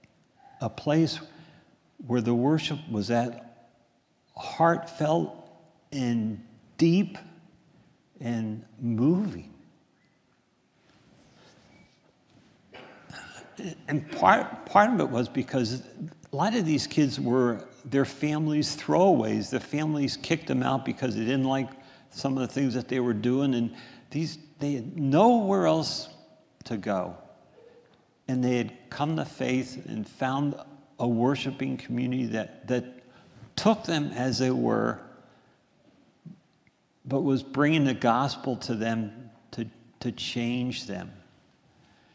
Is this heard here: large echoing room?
yes